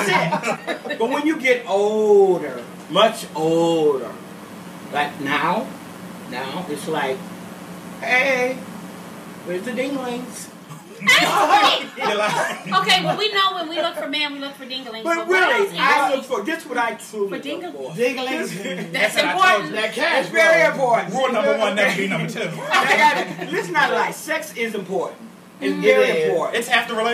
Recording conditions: background noise